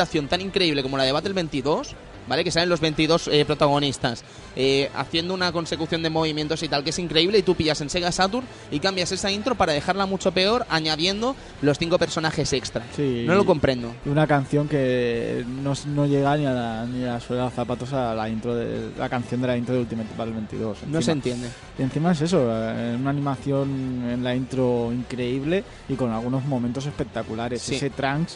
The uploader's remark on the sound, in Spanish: En este programa emitido en directo desde el Salon del Manga